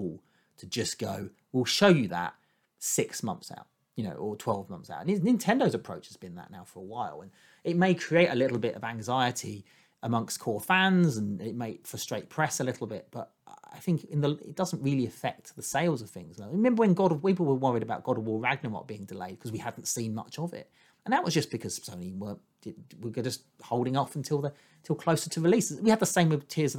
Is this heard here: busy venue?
no